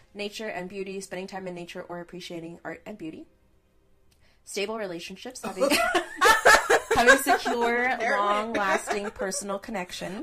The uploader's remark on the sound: We apologize about the weird sound in advance. Stop fidgeting with her mic.